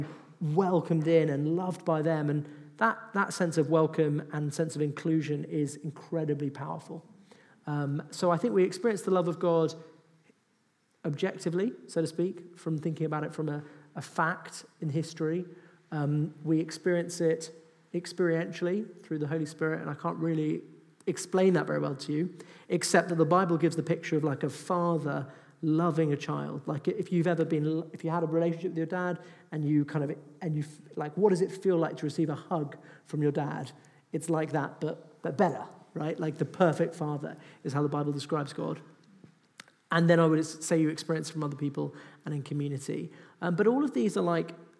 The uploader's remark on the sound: The Q&A session from our latest Salt Live event "The Age of Self-Obsession". Take questions from the audience.